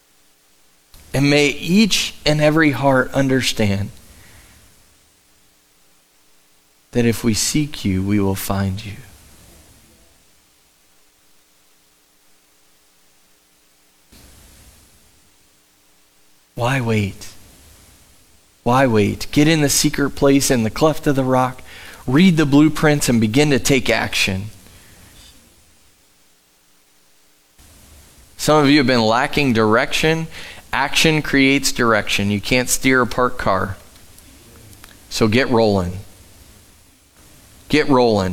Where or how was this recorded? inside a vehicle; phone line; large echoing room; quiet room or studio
large echoing room